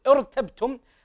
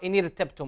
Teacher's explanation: إن ارتبتم، الراء هنا ساكنة وقبلها همزة وصل، والقاعدة أن الراء إذا كانت ساكنة وسبقت بهمزة وصل فإنها تفخم وصلا وابتداء · Shown in: first take · إن ارتبتم، وإذا يعني أردت أن تطبق هذه القاعدة فتقول ارتبتم فتفخم الراء، واحذر من ترقيقها، لأننا نجد أن بعضهم يخطئ في نطقها فيرققها إن ارتبتم، وهذا خطأ، بل هي مفخمة عند كل القراء.